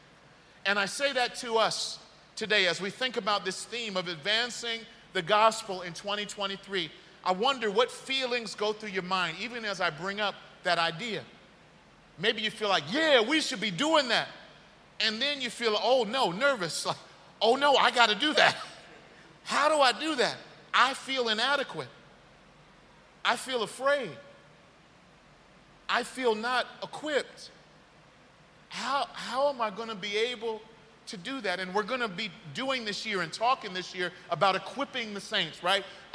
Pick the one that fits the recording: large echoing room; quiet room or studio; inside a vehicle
large echoing room